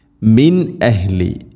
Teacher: സാക്കിന നൂനിന് ശേഷം ഹംസ വന്നാൽ ഇസ്ഹാർ ചെയ്യണം, നൂനിനെ വെളിവാക്കി ഉച്ചരിക്കണം, മണിക്കരുത്